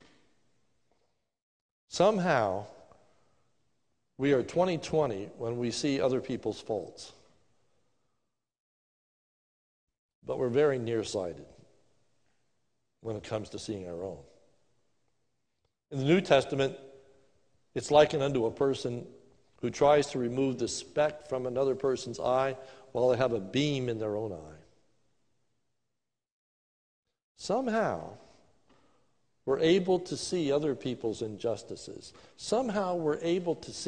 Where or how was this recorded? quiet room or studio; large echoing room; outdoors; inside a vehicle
large echoing room